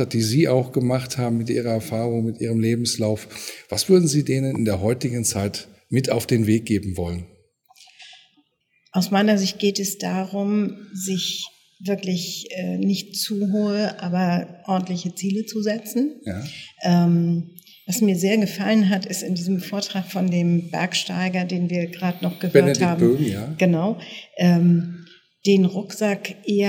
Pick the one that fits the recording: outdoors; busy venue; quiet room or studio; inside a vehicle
busy venue